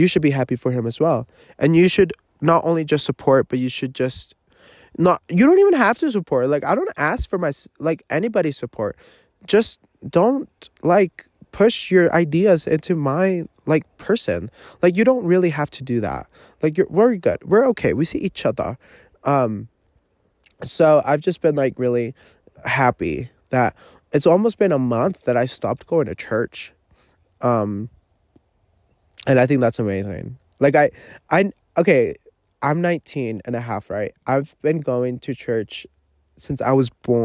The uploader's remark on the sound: Live from the forest. I am camping alone.